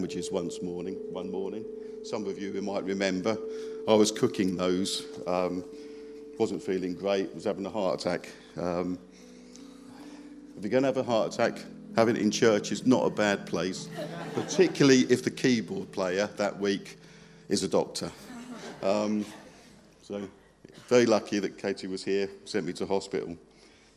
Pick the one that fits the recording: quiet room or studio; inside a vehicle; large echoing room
large echoing room